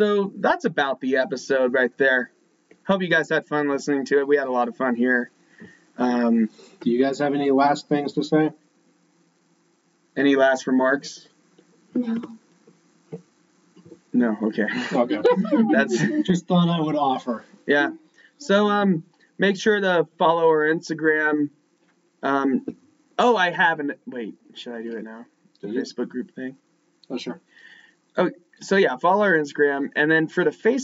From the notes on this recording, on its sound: We had some technical difficulties during this episode, so we apologize about the audio quality this week.